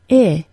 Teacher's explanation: The short I is a rather relaxed sound and is one of the two common sounds for an unstressed vowel